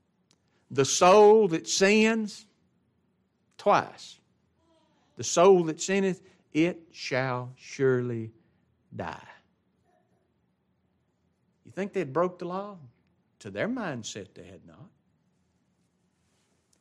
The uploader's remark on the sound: This is the LIVE STREAM broadcast of the adult Bible class and the Sunday Worship service of Grace Baptist of Ruston Louisiana.